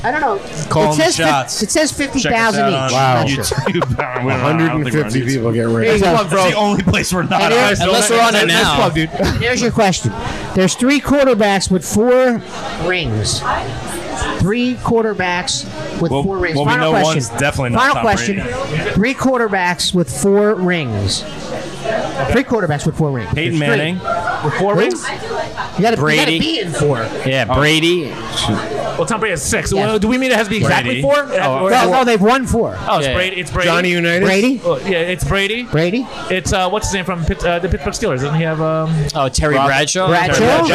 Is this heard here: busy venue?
yes